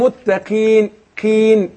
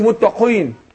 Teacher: القاف مكسورة بتاخد أدنى درجات تفخيم · Shown in: first take